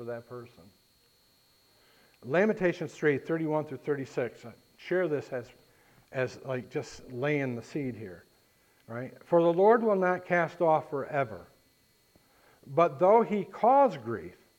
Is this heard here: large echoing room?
yes